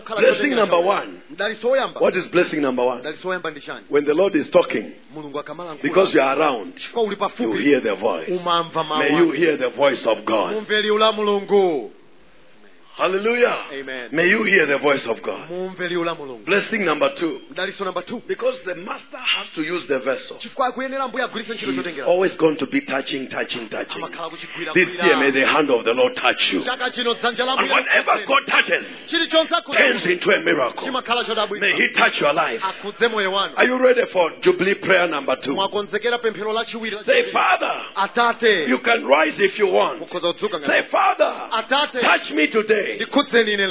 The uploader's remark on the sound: Preached During the Week of Jubilee at Word Alive Blantyre City Church on 9th February 2023.